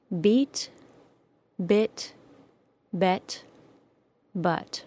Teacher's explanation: These sounds exist as a sequence of tongue movements from very high in the body of the tongue for the long E to a central relaxed tongue position for the short U. The short I and short E are between those two sounds.